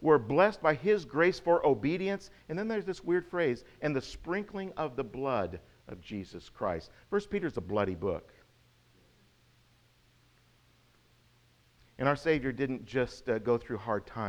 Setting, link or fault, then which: setting, large echoing room